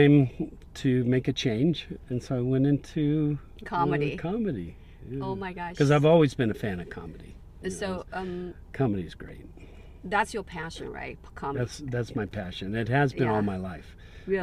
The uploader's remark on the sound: Cat Jam In The Car.